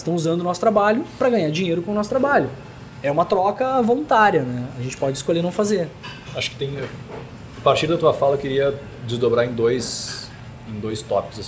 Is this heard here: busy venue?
yes